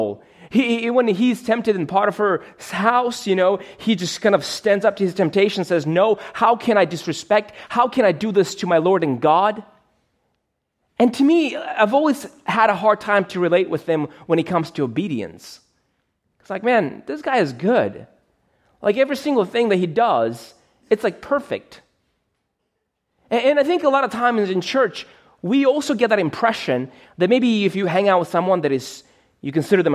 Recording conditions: large echoing room